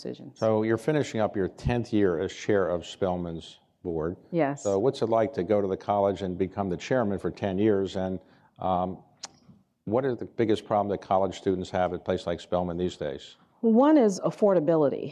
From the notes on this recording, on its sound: This interview was recorded Dec. At an Economic Club of Washington, DC event in Washington.